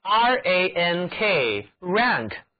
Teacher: rank 这里呢，字母 n 读作后鼻音